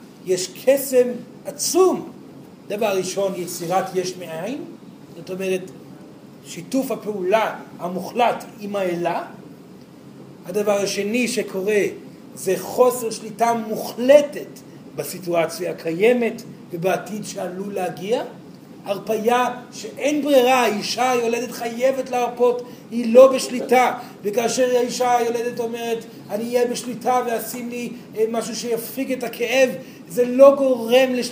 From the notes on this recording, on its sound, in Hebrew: זוהי הקלטת מעגל חי בנוכחות תלמידים.